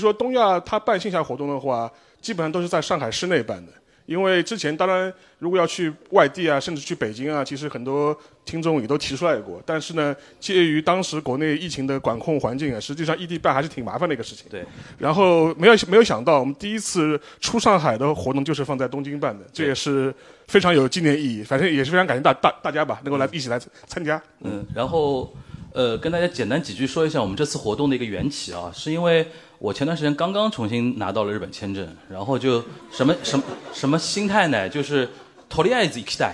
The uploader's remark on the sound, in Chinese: 东亚观察局》线下见面会东京站实况